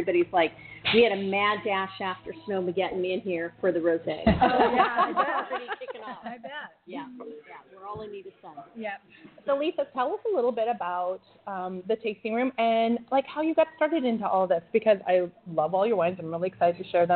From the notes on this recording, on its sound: Broadcasting live from the Warr-King Tasting room in Woodinville!